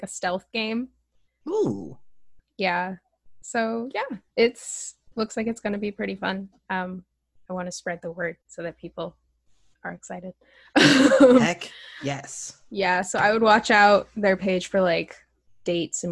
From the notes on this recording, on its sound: via Zoom